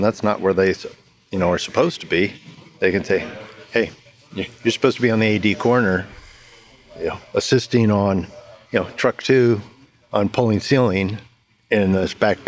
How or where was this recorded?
busy venue